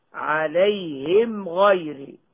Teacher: فالميم من الشفتين والغين من أدنى الحلق · Term: متباعدان